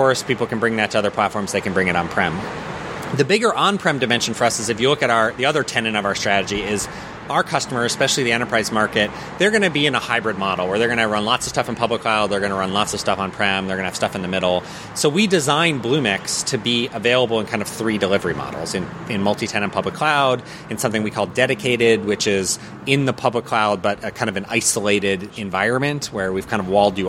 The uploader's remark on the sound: Recorded at ServerlessConf in Austin . Sorry for the background noise, we had to record outside.